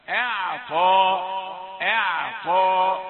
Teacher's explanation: وما خلق الذكر والأنثى، إن سعيكم لشتى، فأما من أعطى واتقى ترقب الأخطاء المحتملة، الخطأ المحتمل، المحتمل أن تقول أعطى، أعطى، أنك تفخم الهمزة وقد تفخم العين تبعا لهذا النطق السيء، تقول أعطى، لا همزة رقيقة والعين رقيقة أيضا ثم بعد ذلك تأتي الطاء مفخمة